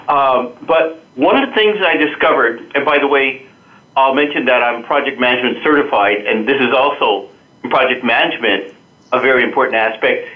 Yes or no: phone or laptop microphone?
no